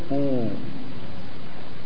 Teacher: الواو المدية الصحيحة تخرج بضم الشفتين